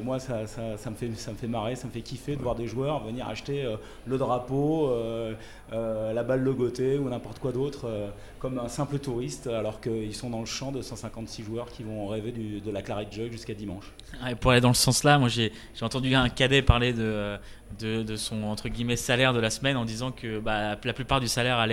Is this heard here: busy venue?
yes